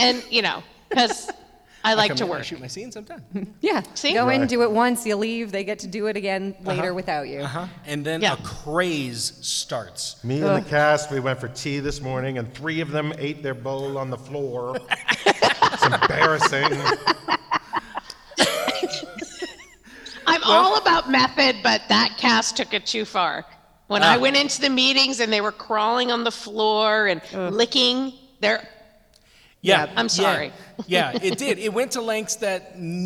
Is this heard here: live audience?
yes